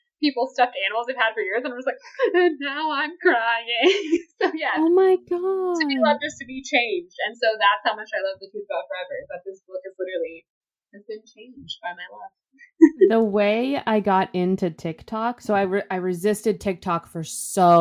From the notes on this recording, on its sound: Our audio this week is a little wonky